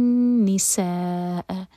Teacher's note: نسا میں سین ہے، یہاں پر سیٹی والی آواز آئے گی